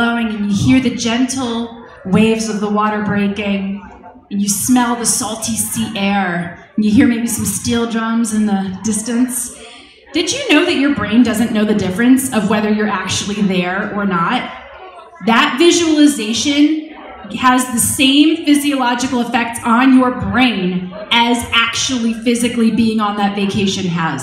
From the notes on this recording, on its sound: In this podcast episode, I share a talk I recently gave at the 2nd Annual Diva Girl Philly Conference at the University of Pennsylvania.